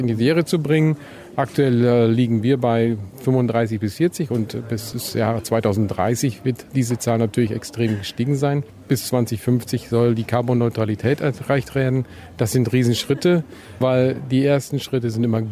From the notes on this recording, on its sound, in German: Vortrag auf der zweiten VDE E-MOBILITY CONFERENCE in Bad Vilbel